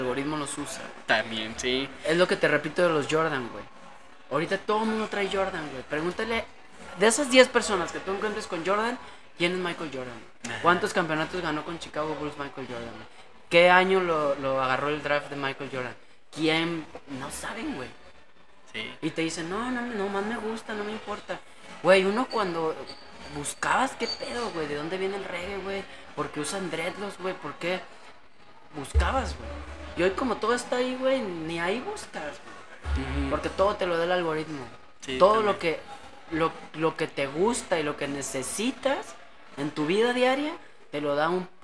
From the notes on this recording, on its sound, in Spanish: En vivo y en directo desde Jamaica Records en Guadalajara Jalisco